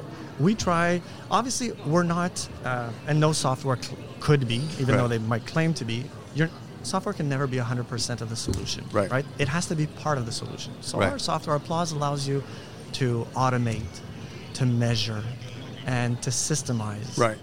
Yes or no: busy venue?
yes